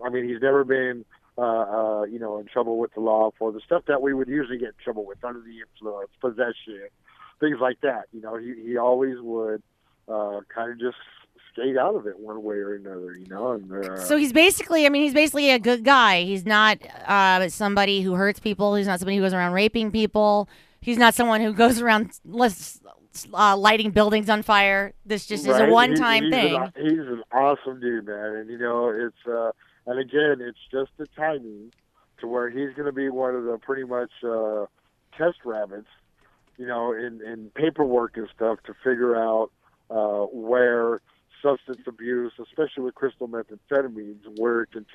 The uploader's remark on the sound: Speaks on the phone with 3 people that are directly affected by Craig's case.